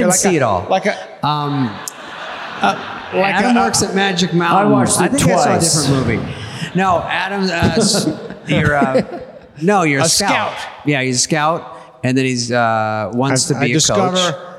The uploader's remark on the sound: LIVE SHOW. Live from the Netflix is a Joke Fest at The Wiltern in Los Angeles.